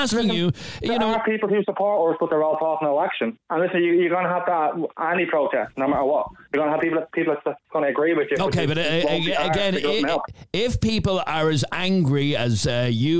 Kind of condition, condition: link, phone line